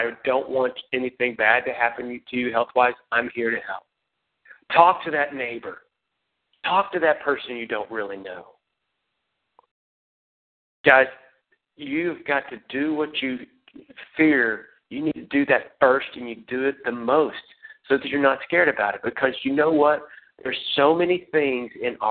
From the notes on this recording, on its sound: Team Elite Conference Call.